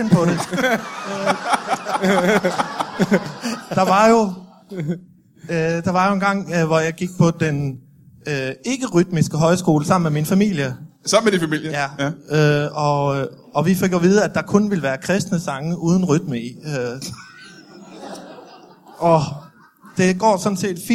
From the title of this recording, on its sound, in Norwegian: LIVE fra Comedy Zoo